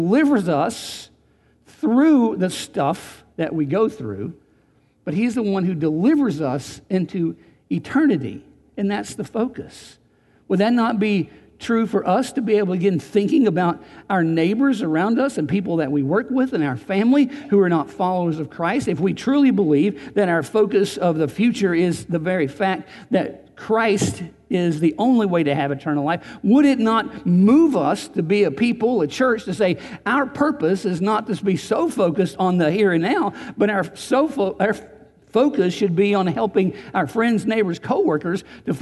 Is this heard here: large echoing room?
yes